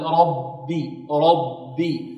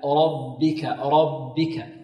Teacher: لابد من ترقيق الباءين، الباء خاصة الأولى لأنها هي الأقرب للراء · Shown in: second take